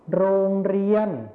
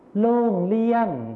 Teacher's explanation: ในภาษาไทยมาตรฐานเราก็จะใช้รอเรือนั่นเองส่วนในภาษาถิ่นอีสานเราจะใช้เสียงลอลิงนั่นเองครับ